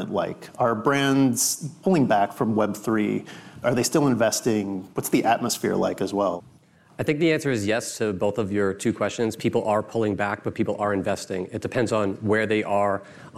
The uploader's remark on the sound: We share a conversation from The BoF Professional Summit: An Inflection Point in Fashion Tech.